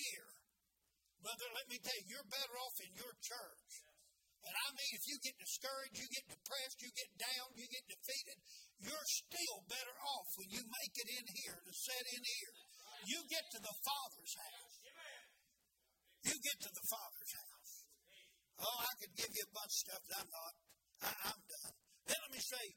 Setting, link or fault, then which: setting, large echoing room